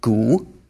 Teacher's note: there's a Chinese sound, gu, with a third tone, and there are several characters that all share exactly the same sound.